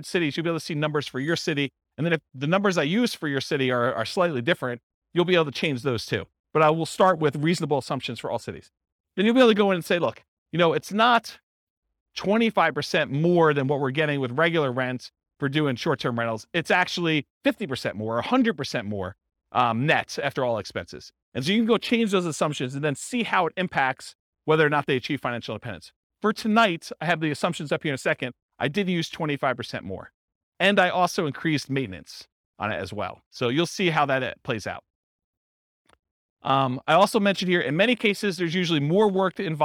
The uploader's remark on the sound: This was a live class recorded